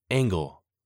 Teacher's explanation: The double G or gamma pronounced here as a hard NG sound, as in angel.